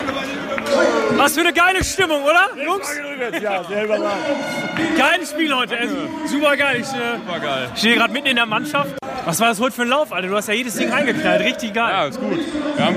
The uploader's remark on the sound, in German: Live in der Sporthalle bei den letzten Saisonheimspielen der Damen- und Herrenteams. Sagenhafte Stimmung, emotionale Abschiede und Party ohne Ende.